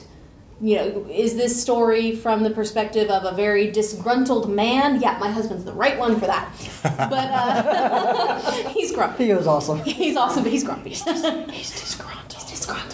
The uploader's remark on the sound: In this panel from Balticon 51